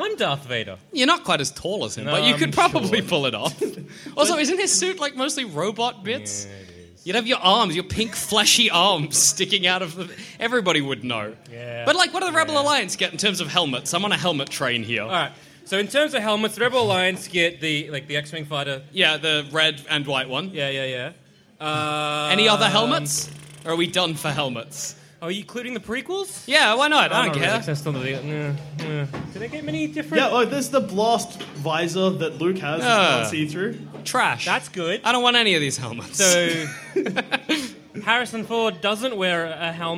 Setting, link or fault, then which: setting, live audience